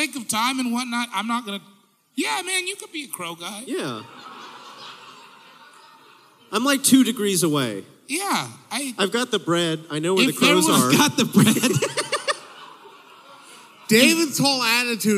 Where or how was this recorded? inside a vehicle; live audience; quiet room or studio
live audience